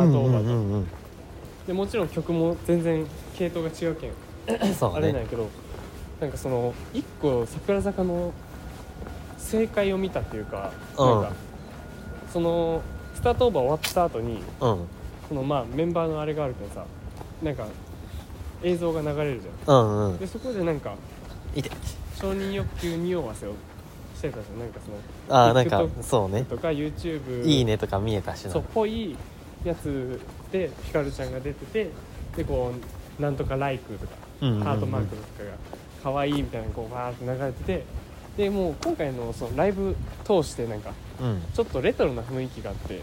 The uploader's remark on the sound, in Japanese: 京葉線 #幕張。思ったよりも車通りが多くて雑音が混ざっていますが。